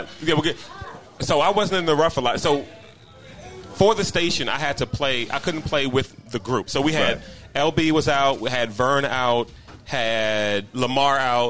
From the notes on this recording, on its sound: Live at the Greene Turtle. The Golf DMV Community gathered at the Greene Turtle in Burtonsville, MD for a live recording.